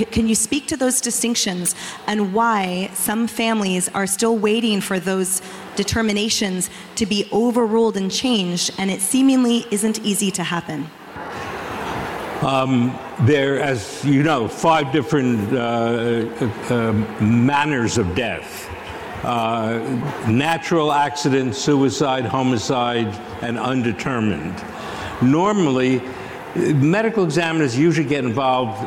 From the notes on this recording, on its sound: Live From CrimeCon 2023. CrimeCon partnered with Fox Nation to livestream select sessions over the weekend.